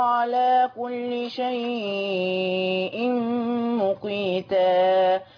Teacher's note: مد اللين المهموز اللي اتفقنا ان فيه ورش 4 و6 حركات